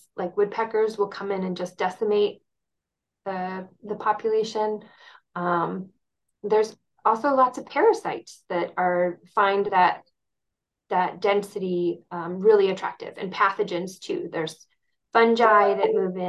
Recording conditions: video call